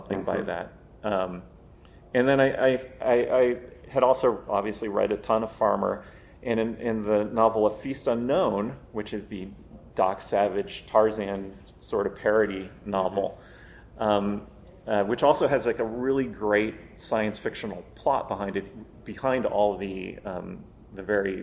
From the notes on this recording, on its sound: PulpFest 2023. The panel was part of FarmerCon 18.